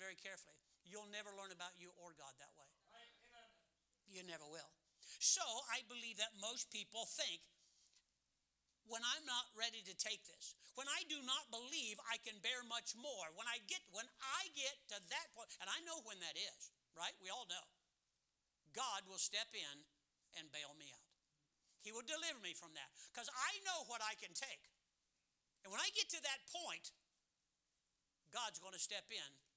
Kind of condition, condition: setting, large echoing room